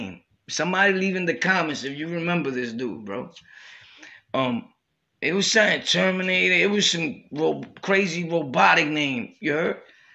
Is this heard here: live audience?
no